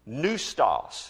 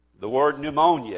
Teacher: there are a few words in our English language that use that same combination of P-N-E-U and use just simply the sound of the N